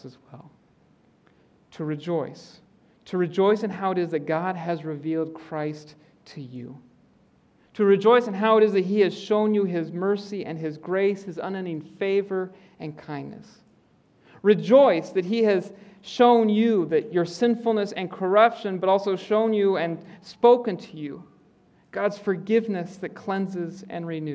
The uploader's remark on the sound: preaches in the Auditorium.